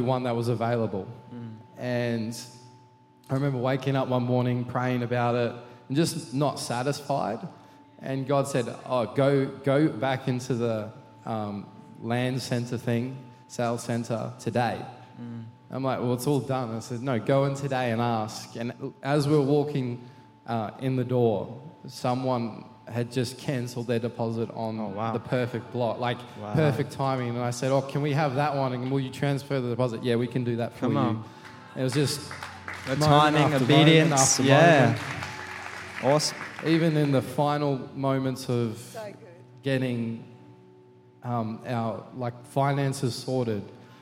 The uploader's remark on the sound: Recorded during our 5pm service on Sunday, the 12th of March 2023